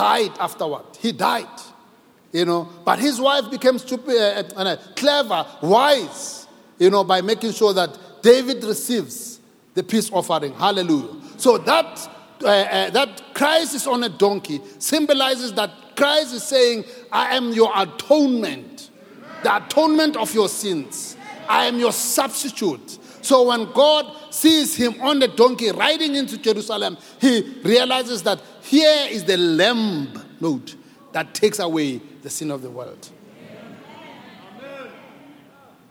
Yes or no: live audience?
yes